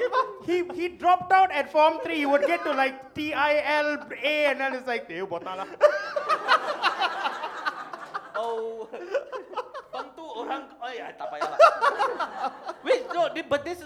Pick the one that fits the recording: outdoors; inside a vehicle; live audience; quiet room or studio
live audience